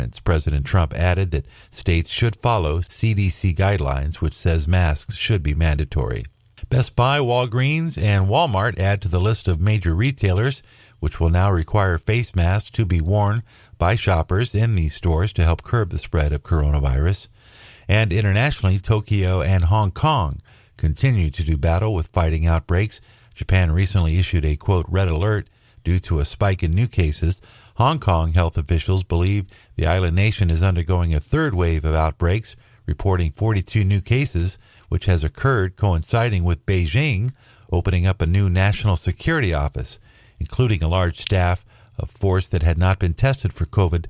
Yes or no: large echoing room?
no